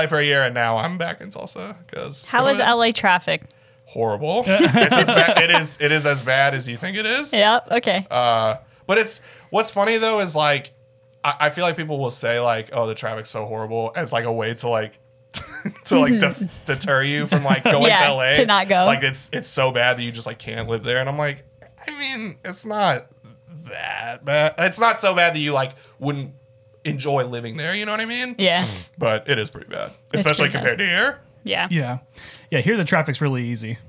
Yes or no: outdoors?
no